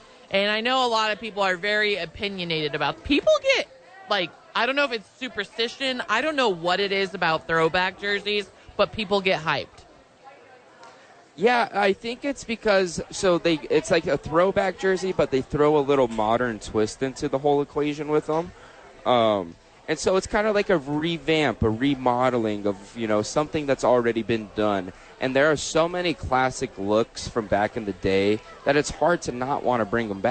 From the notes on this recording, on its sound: live from Top Golf for the YMCA Charity event